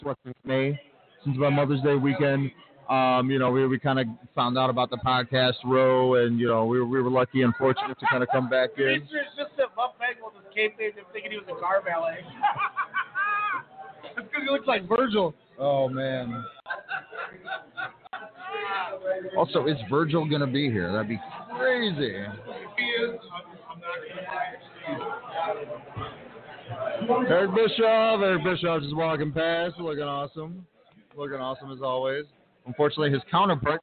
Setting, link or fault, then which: setting, busy venue